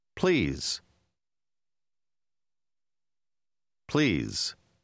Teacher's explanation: Le S de ce mot se prononce Z.